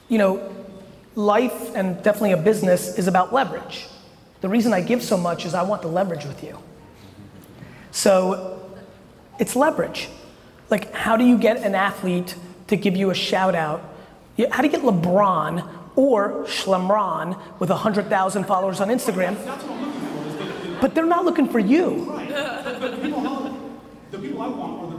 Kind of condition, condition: setting, live audience